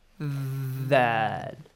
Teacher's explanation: Wherever in the Quran you see thal, pronounce it the way we say it, okay? Th. kind of a vibrating sound, but your tongue comes out a little